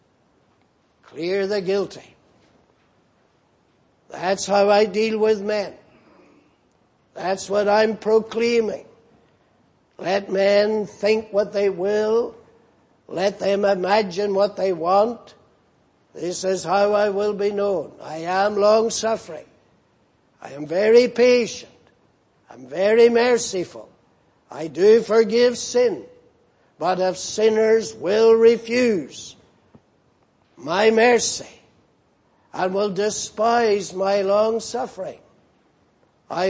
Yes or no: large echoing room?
yes